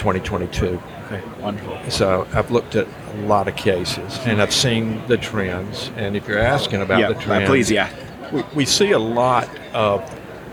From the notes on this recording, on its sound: live from Smilecon